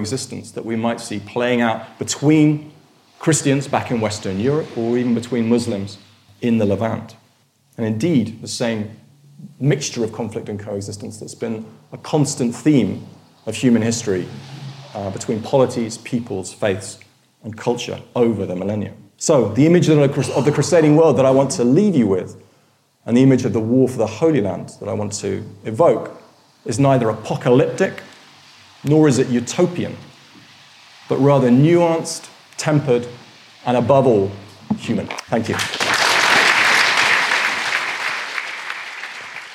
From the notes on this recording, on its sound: In a lecture from our 2013 History Weekend festival.